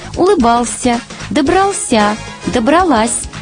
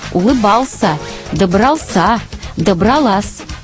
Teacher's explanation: В возвратных частицах произносим все мягко · Shown in: first take